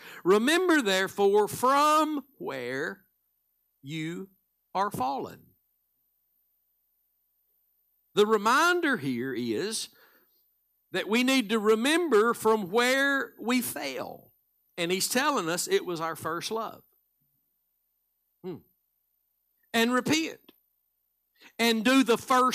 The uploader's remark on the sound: Live Sunday Morning Service